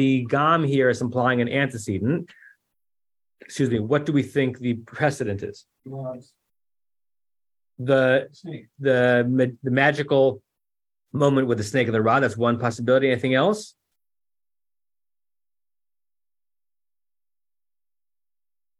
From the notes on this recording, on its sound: (Facebook/Zoom)